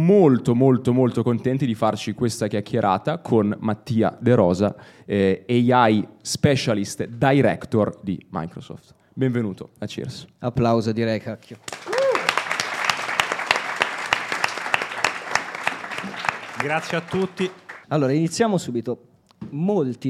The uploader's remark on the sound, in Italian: Abbiamo registrato con l’AI Specialist Director di Microsoft durante il secondo evento di Cheers e Starting Finance. Durante un aperitivo.